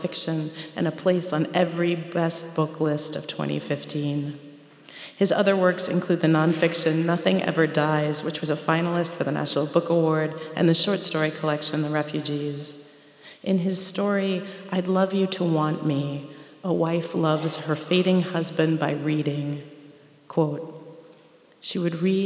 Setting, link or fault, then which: setting, live audience